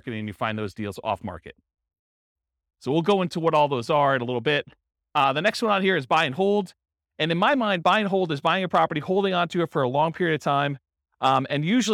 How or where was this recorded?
live audience